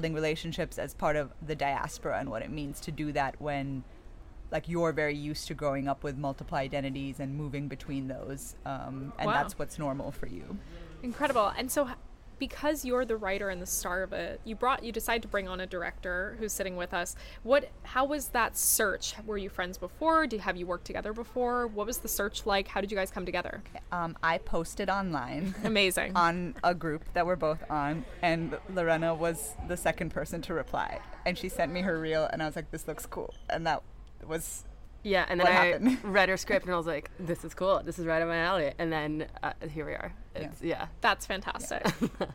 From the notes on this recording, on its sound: We are live, on-location at the TCL Chinese Theatre for the 19th annual Oscar Qualifying HollyShorts Film Festival. HollyShorts LIVE. We are live, on-location at the TCL Chinese Theatre for the 19th annual Oscar Qualifying HollyShorts Film Festival.